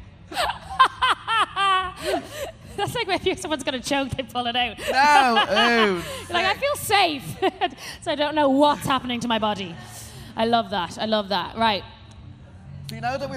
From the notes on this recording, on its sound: Live Podcast Electric Picnic. Graced the “Ah Hear Now” stage at Electric Picnic 2022 with their first ever cheeky Live show!